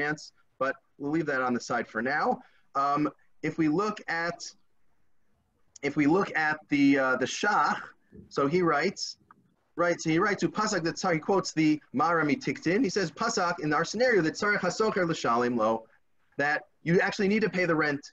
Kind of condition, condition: link, video call